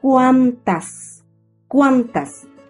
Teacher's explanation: Se carga la voz sobre la sílaba cuan y se tilda la vocal A.